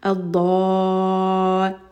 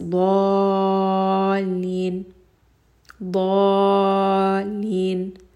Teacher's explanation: So now when we are reading this مد، it is very possible that the لام شدة can get dropped